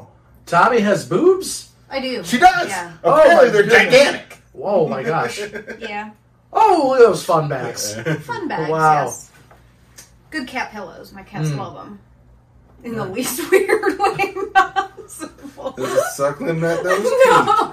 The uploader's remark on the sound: The sound got messed up on this one.